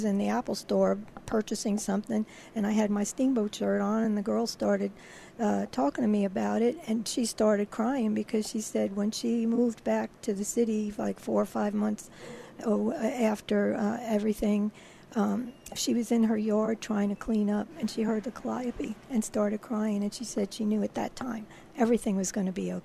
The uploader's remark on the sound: Broadcasting live from along the Mississippi River on board the Steamboat Natchez.